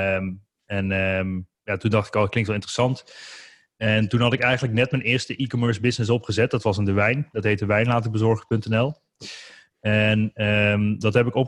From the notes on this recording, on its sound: Vond ivm de Corona crisis plaats via ZOOM.